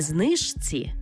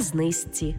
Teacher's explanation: Пишемо «жці», а вимовляємо «зці». · Shown in: second take